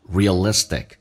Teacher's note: 那个重音是在 L 上 realistic